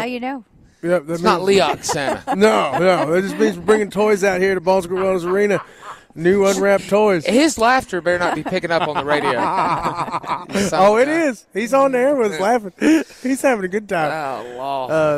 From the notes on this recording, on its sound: WE ARE LIVE IN HOUR THREE FROM THE LEO SANTA TOY DRIVE AT BON SECOURS WELLNESS ARENA